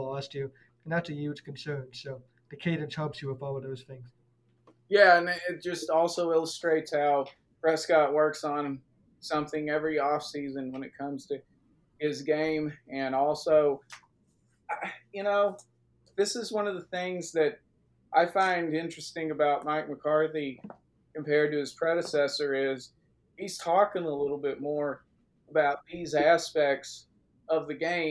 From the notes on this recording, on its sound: Apologies for the microphone quality, there was a technical issue